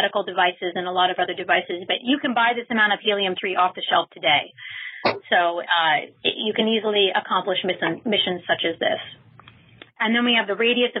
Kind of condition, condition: link, phone line